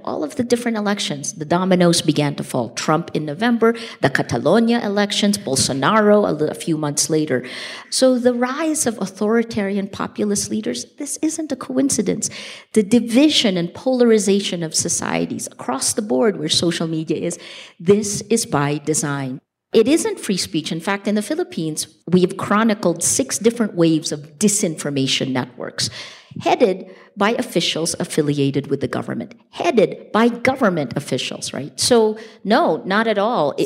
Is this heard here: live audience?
yes